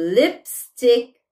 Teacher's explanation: Que o I é fechado